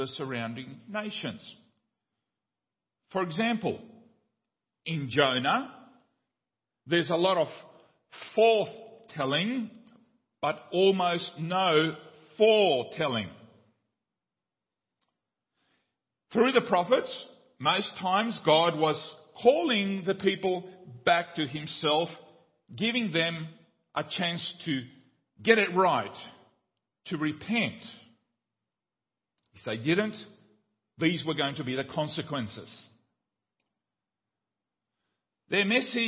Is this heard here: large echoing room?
yes